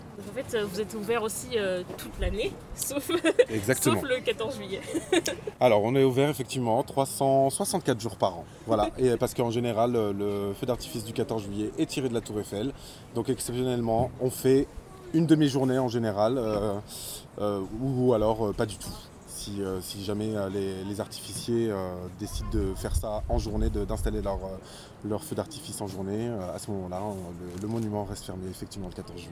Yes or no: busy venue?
yes